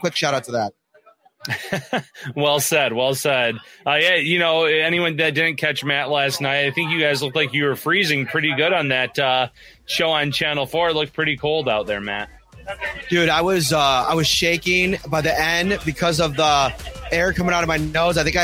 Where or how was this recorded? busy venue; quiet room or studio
busy venue